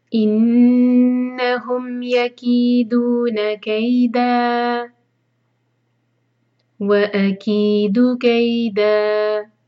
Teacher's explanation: إنهم نون مشدد ہے، یہاں غنہ کریں گے، نون کی آواز کو ہولڈ کریں گے 2 سیکنڈس. انہم یکیدون، کی اور دو حرک ہے، مد طبعی.